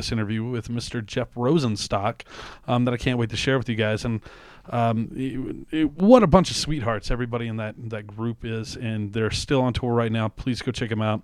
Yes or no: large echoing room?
no